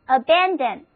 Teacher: 重音是放在第二个音节上的 abandon